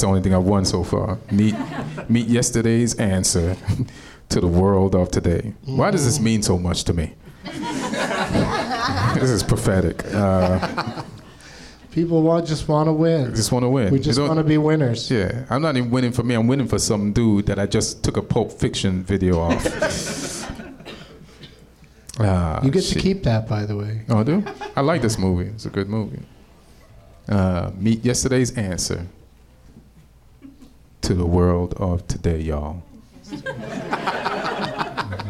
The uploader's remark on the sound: Live from the NerdMelt Showroom in Los Angeles